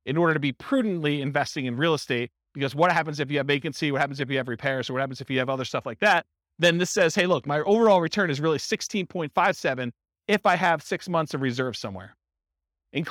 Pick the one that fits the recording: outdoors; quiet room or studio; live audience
live audience